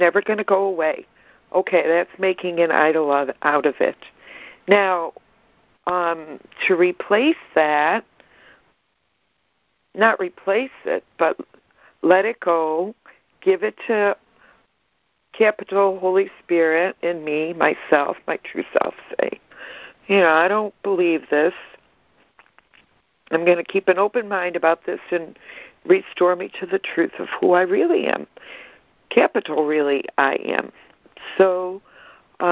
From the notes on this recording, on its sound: ACIM Daily Conference Call